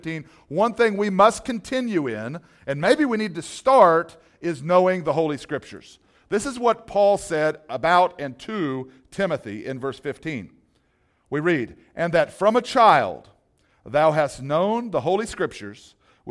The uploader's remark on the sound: This message was originally taught and recorded at Solid Rock Bible Church.